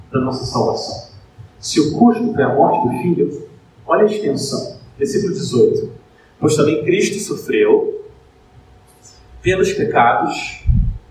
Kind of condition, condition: setting, large echoing room